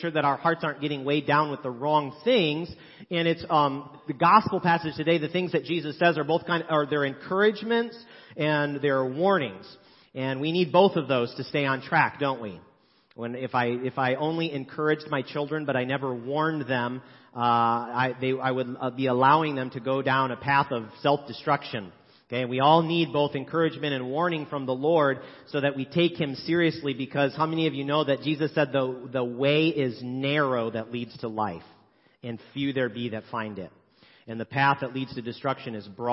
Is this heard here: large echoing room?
yes